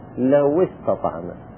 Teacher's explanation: أما لو التي ليست واو جماعة الواو فيها وإنت الواو ساكنة والسين في استطعنا أيضا ساكنة، هنا ما ضممنا الواو وقلنا لو استطعنا، فإن الضم فيه وإن كان جائز نقول لو استطعنا لكنه غير مختار، الأفضل أن نقول لو استطعنا بالكسر على الأصل